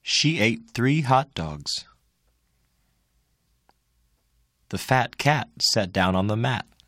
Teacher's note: To produce the t at the end of words that occur before words beginning with a consonant, tap your tongue on the alveolar ridge, stop the vocal sound, then go on to the next word.